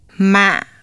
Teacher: Low-falling broken tone has a low pitch starting as low as the low-falling tone and then dropping very sharply. It is almost immediately cut off by a strong glottal stop.